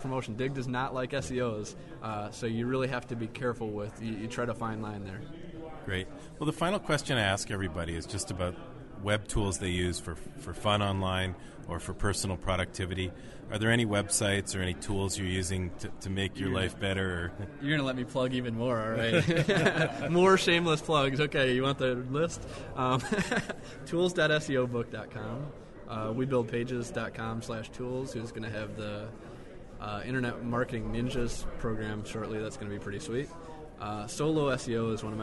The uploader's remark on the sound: Live interviews from WebMasterWorld’s Pubcon 2007 in Las Vegas